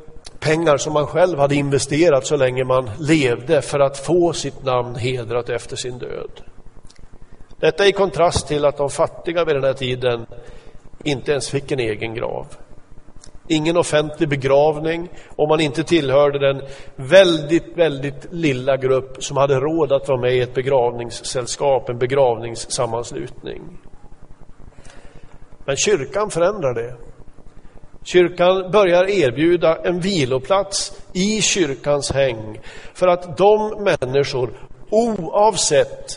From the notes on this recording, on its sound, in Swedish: Inspelad i Smyrnakyrkan, Göteborg 2014-11-02.